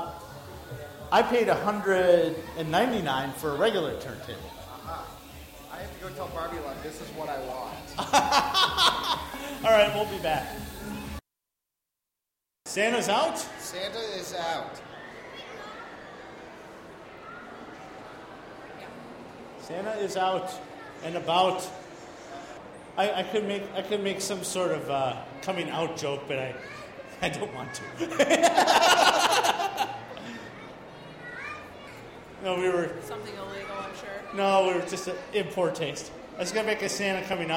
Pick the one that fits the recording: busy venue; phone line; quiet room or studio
busy venue